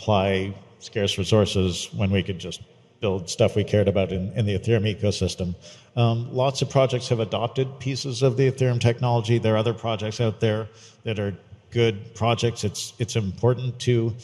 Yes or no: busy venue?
yes